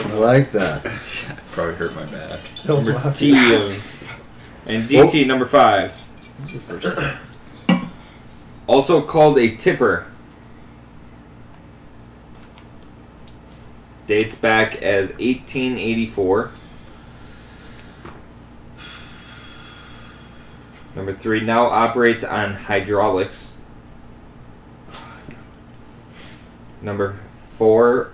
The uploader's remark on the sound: Sorry for the poor audio